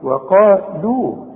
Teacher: رقق الواو قوي وفخم القاف قوي وبعدين رقق اللام قوي